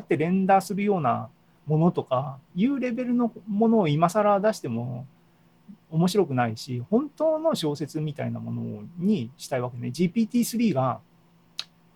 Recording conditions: video call